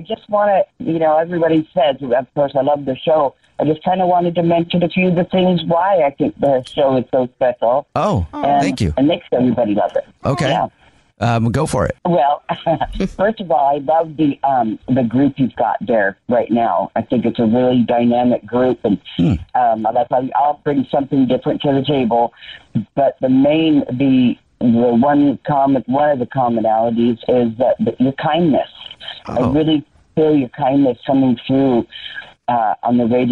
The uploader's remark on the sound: A man on the phone